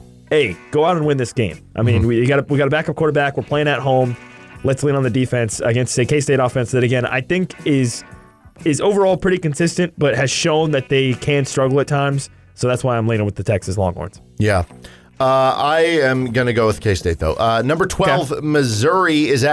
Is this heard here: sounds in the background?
no